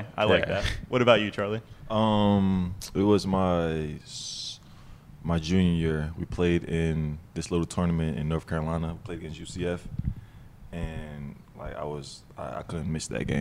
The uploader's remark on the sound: live from the NBA 2K23 2022 Las Vegas Summer League